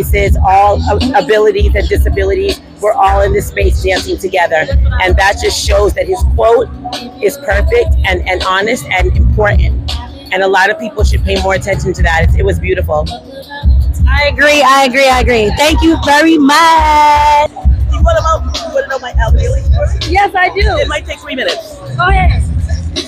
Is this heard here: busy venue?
yes